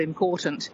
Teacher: It's because that T of important is, you know, flanked by voiced sounds. And therefore you just carry the voicing through